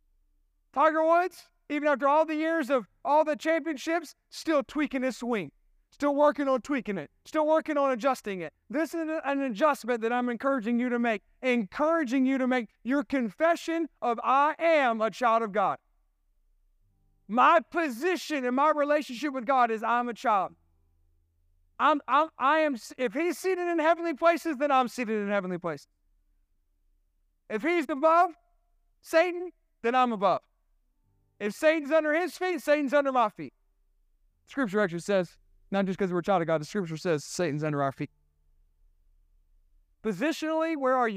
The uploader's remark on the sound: This sermon was recorded at Family Worship Center in Columbia, SC on Sunday, July 23, 2023.